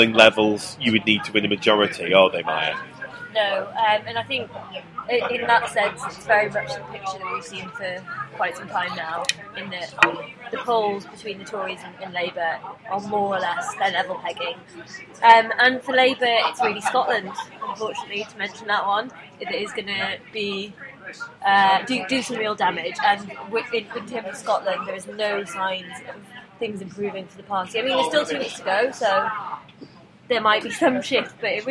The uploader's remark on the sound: Record the podcast outside in the sunshine (complete with a spontaneous display of pure #milifandom).